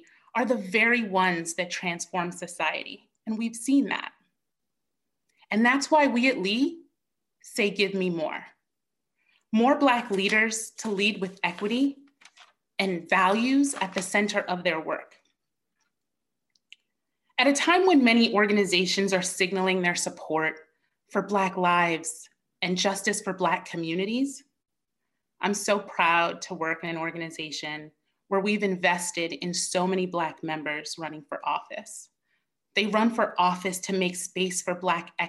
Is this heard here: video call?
yes